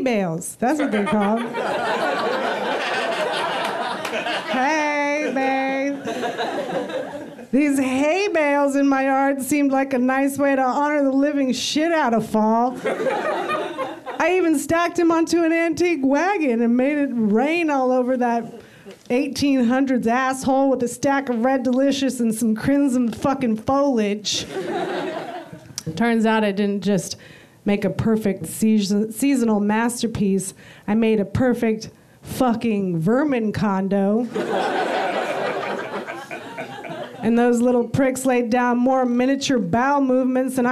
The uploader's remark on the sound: Holiday pieces recorded LIVE from the UCB theatre in Los Angeles.